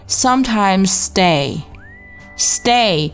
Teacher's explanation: sometimes 和 stay 要做一个连读，我们就只读一个 s 的音就可以了